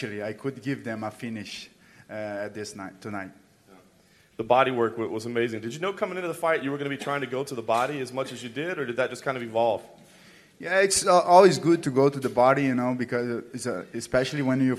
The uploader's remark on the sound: Day 5 at UFC Zagreb. Reports from Octagonside in Zagreb before the post-fight press conference and an airport chat.